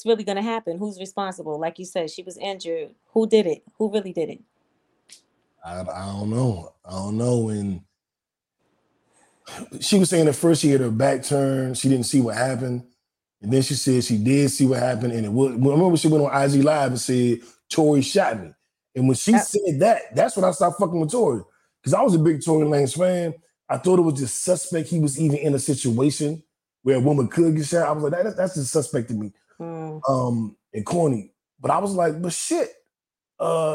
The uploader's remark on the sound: takes to Facebook Live to let some random kickbackers join him on audio and video